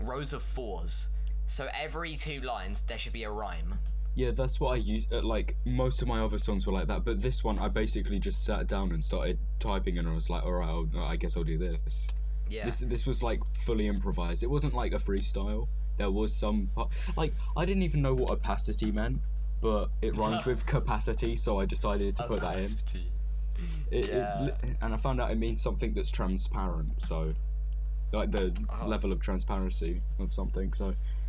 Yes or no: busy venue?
no